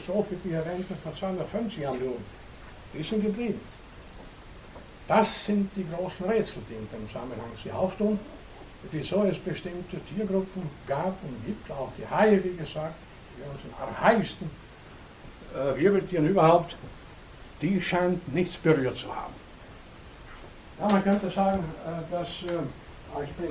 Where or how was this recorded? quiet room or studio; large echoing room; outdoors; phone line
large echoing room